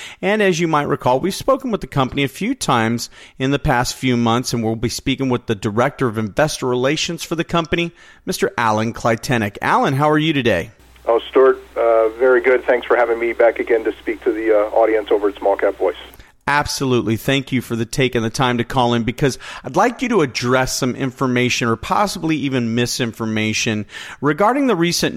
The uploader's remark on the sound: called in to SmallCapVoice